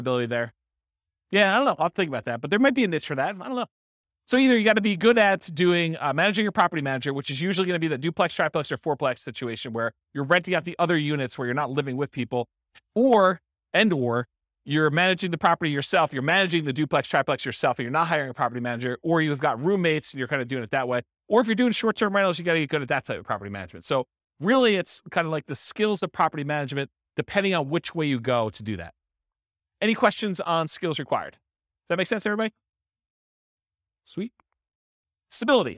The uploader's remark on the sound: This was a live class recorded